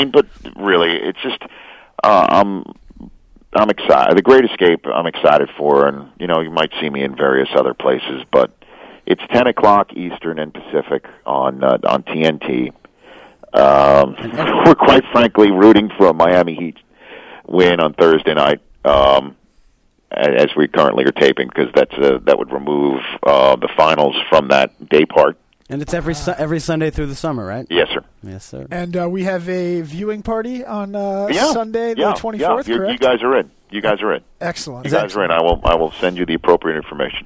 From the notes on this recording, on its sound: The guys then phone up.